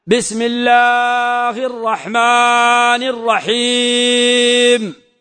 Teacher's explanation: يمد بسم الله، بسم ما فيها مد، المد في لفظ الجلالة، والرحمن المد بعد الميم، الألف بين الميم والنون، والرحيم المد بين الحاء وبين الميم في حرف الياء فهو حرف المد · Term: حروف المد